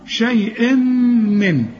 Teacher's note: التنوين اللي بعده ميم لازم تغن